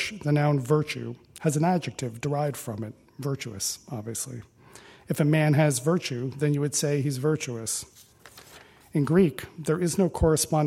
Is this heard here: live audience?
yes